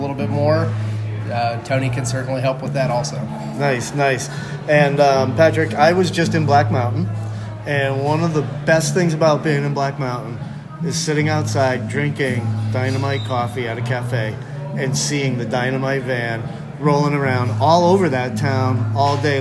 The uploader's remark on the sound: LIVE: Coffee Curious Latte Art Throw Down